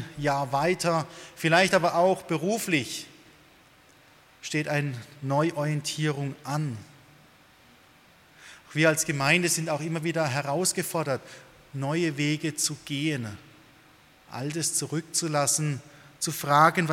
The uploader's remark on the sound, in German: aus dem Gottesdienst der Liebenzeller Mission